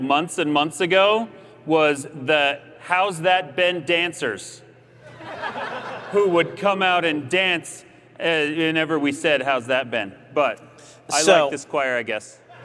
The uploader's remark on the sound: Live Q&A at Dragonsteel 2023!